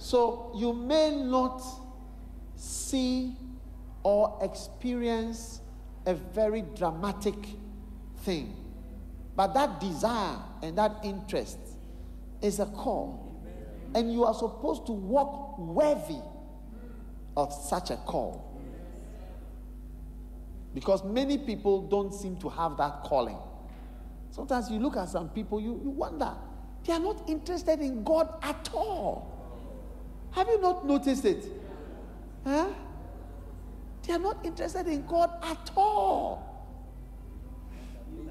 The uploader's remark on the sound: Preached at the Qodesh